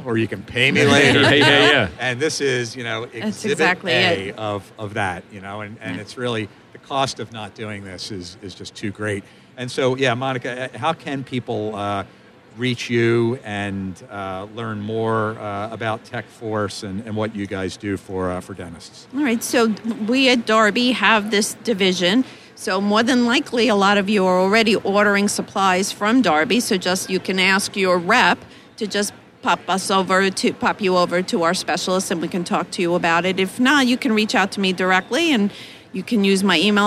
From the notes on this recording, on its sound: Live from the Darby booth at the GNYDM 2019.